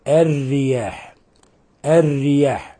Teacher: لاحظوا أن الراء هنا كسرها لازم يعني مباشر، فلهذا لابد من ترقيق الراء، من الخطأ تفخيم الراء هنا، فلا نقول الرياح وإنما نقول الرياح، الرياح، لأنها مكسورة كسرة لازمة.